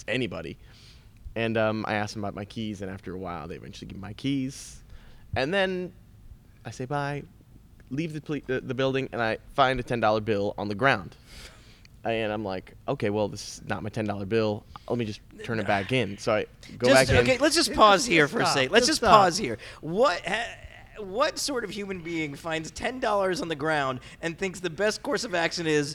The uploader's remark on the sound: LIVE POD IN THE SPEED SHOP! The Autopians threw a car show and because more than one person showed up.